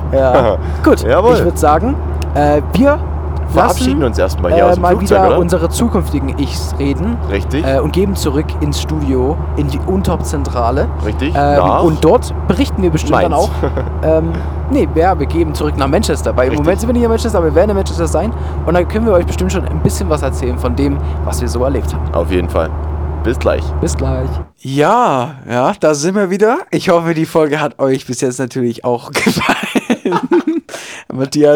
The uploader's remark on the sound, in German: Live aus dem Flugzeug. In der heutigen Episode geht es um unseren England Aufenthalt mit sogar einer Live-Aufnahme aus dem Flugzeug.